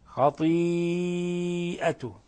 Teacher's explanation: وهذا المد مد متصل لاتصال الهمزة لاتصال الهمزة بحرف المد ولاتصال الهمزة بحرف المد وهو الياء فلهذا تمد من 4 إلى